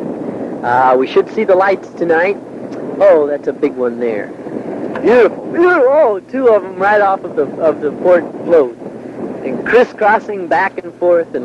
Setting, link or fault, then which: setting, inside a vehicle